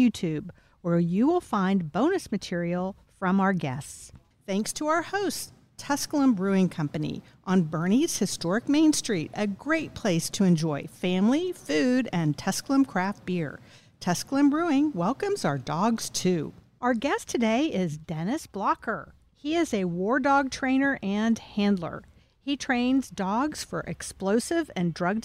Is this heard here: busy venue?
yes